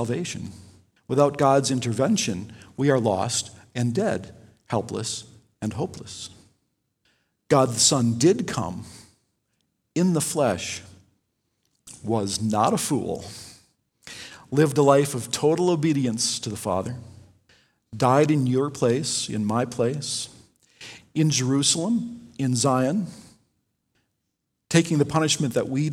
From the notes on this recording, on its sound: Delivered Sunday, September 6, 2020 at Woodridge Community Church (New Berlin, WI).